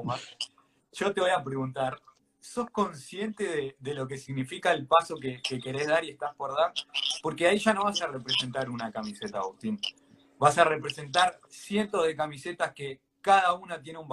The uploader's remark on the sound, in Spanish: entrevistar por instagram Live